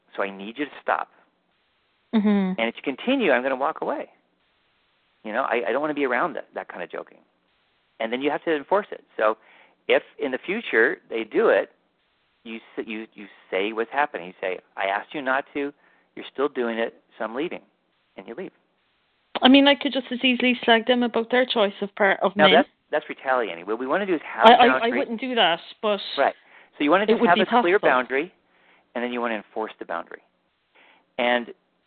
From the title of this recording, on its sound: Live Q&A Calls